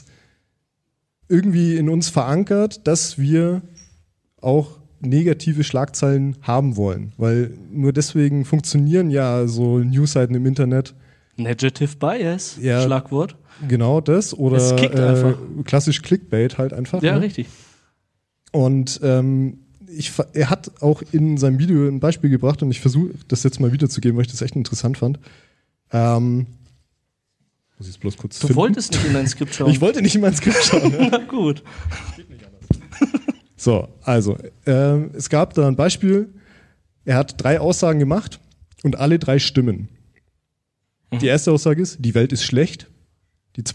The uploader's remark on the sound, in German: Hatten wir unseren ersten Liveauftritt! Im Afterwork in Nürnberg hatten wir die Ehre, vor dem besten Publikum, in einer coolen Location und in der Gegenwart von tollen Unterstützer*innen eine Good News Folge aufzunehmen.